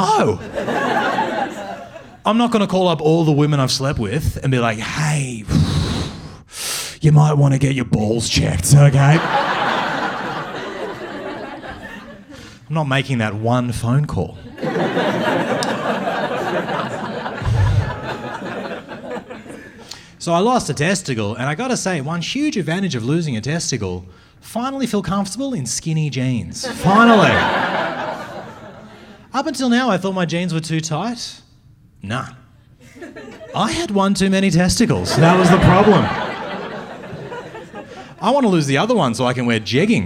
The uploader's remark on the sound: Filmed at the Melbourne Comedy Festival. Has the audience gasping and laughing.